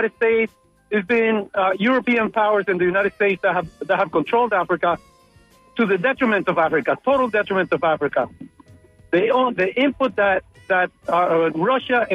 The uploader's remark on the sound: unique magazine format call-in show